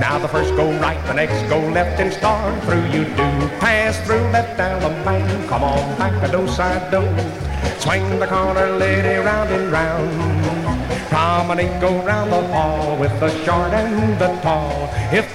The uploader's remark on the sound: from the 1964 Blue Star Jubilee Square Dance held in the Sam Houston Auditorium